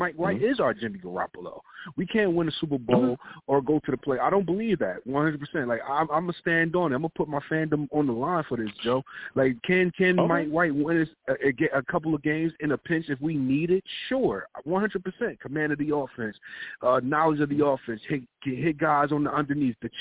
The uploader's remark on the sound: I take live callers!